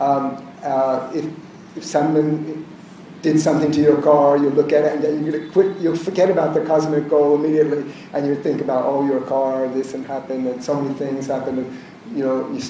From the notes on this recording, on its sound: This is a recording of a lecture. At the Renaissance Universal Club in Bhubaneshvar, India.